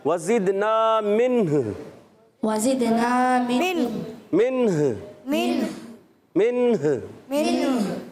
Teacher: ہا کی ادائیگی اگر آپ ساکن کرتے ہیں تو نون کو بھی ساکن کرنا ہے اور ہا کو بھی · Term: وقف